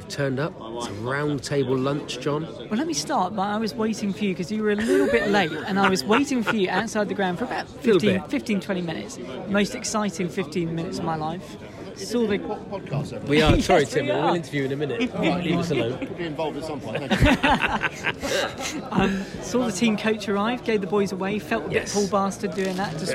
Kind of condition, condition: setting, busy venue